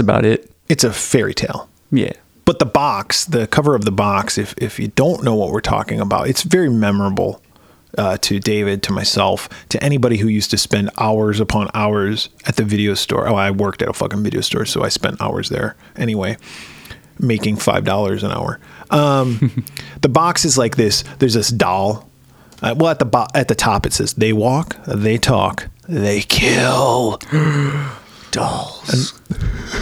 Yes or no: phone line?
no